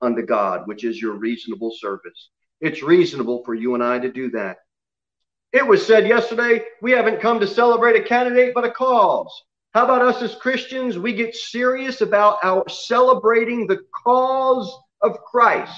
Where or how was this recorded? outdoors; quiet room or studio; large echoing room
large echoing room